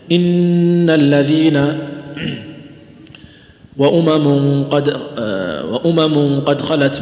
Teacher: وجدتها مشددة سواء مضغمة أو غير مضغمة متى وجدت عليها شدة فإنه يتعين عليك أن تظهر الغنة بقدر حركتين